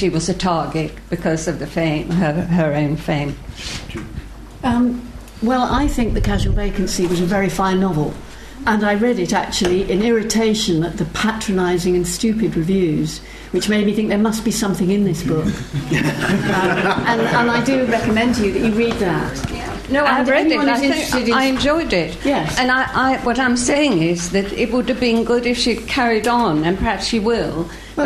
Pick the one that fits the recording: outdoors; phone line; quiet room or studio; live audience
live audience